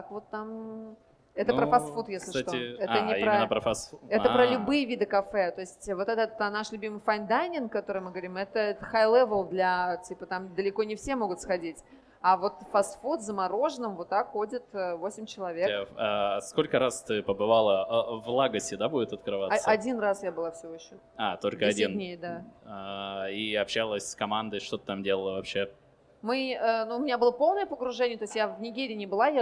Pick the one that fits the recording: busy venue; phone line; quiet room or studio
busy venue